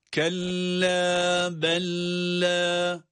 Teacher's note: Burada da birinci lam ki cezimlidir, bella derken birinci lam cezimli ancak kendisinden sonraki de lam olduğu için direkt idgam ediyoruz, ona katıyoruz, ona bağlayarak da şeddeli gibi okunuyor. · Evet, üzerinde durmadan okuyoruz. Buradaki tutmamadan kasıt kelle derken kaf harfini lam harfine bağladığımız zamanda onun üzerinde sesi uzatmamak. Yani şöyle, kelle, bu yanlıştır. · Term: şeddeli bir lam